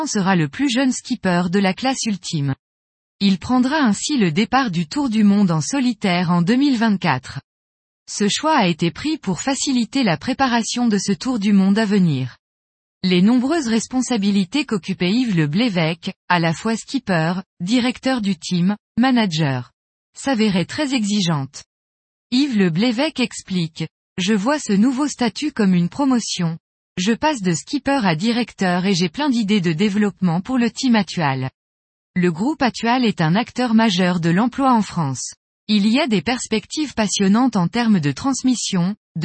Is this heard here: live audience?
no